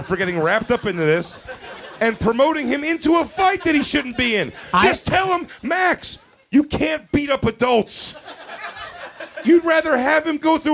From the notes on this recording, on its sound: Recorded before a packed crowd at the world famous Village Underground in New York City!